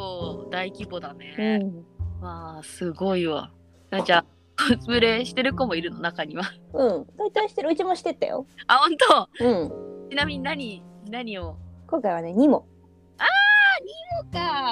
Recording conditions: drop-outs